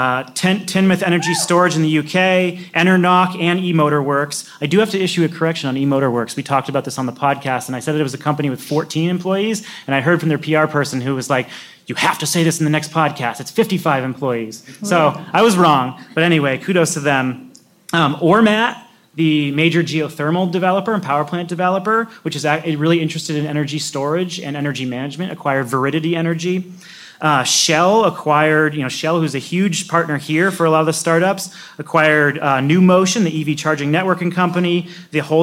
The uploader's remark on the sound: we recorded live at Greentown Labs , the largest cleantech incubator in the country.